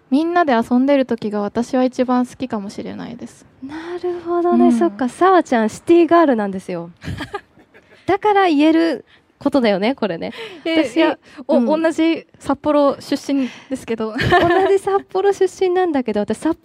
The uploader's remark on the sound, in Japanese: ZENIBAKO BASE公開収録!!今回は 小樽市銭函地区のカフェ「ZENIBAKO BASE」 で公開収録。2人のトーク&ミニライブの模様をお届けします!